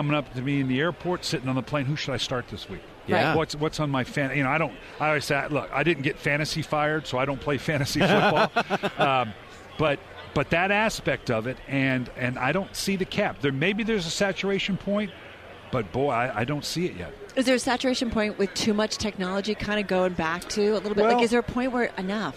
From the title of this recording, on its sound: From Radio Row in Atlanta